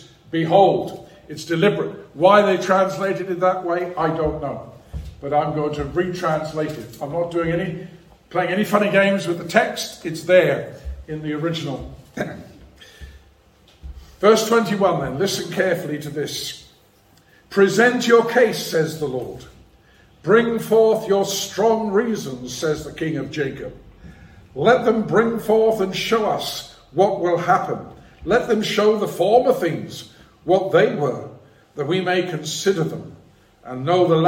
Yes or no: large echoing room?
yes